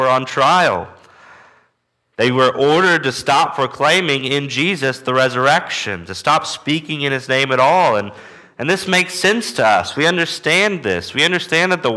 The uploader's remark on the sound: Walking through the book of Acts at Immanuel Baptist Church in Newton, KS.